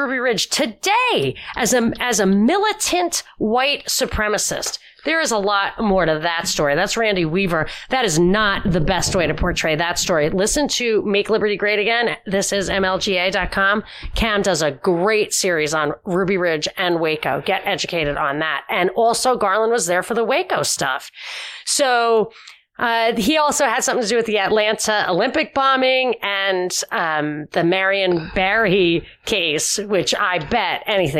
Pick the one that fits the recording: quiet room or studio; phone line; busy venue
quiet room or studio